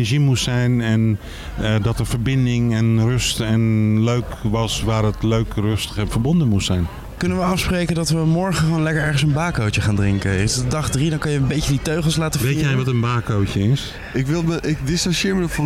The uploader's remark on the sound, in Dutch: Live vanuit de artist village op Lowlands. Doen verslag vanuit alle hoeken en gaten van het festival.